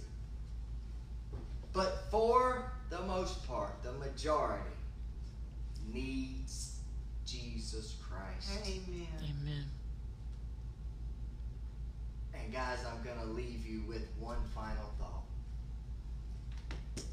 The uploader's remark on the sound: This episode was recorded live from the pulpit of Berea Christian Church.